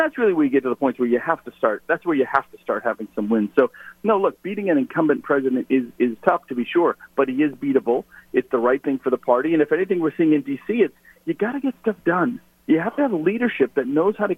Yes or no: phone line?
yes